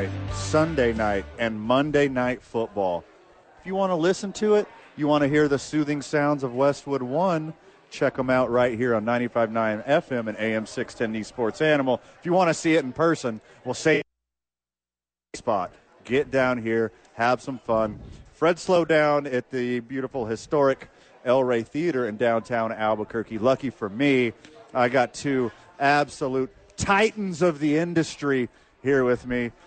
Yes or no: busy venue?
yes